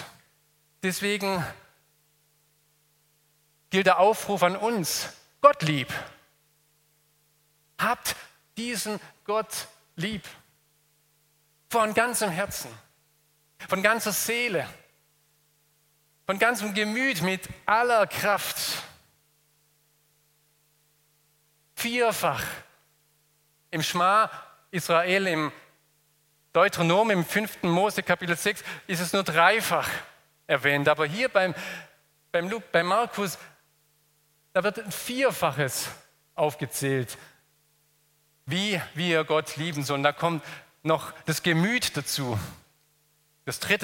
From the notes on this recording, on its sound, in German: Aus dem Gottesdienst der Liebenzeller Mission.